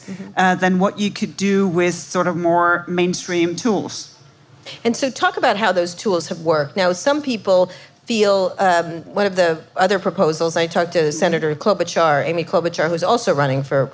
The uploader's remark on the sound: Live at SXSW 2019. In front of a live audience at South by Southwest 2019.